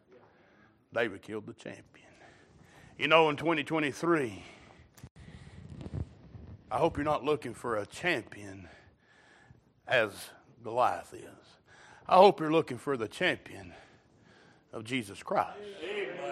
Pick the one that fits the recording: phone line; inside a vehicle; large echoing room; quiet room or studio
large echoing room